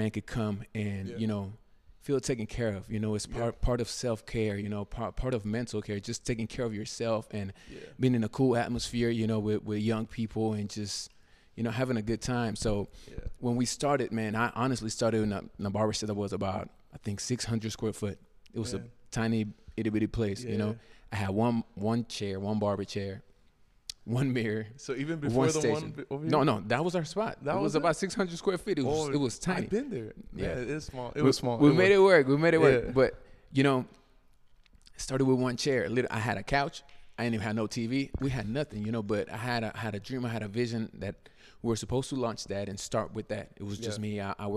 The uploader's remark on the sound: Recorded at Tulsa's very own Black Label Men's Grooming